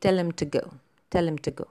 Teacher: The grammatical words him and to are unstressed and have a weak form when pronounced inside a sentence.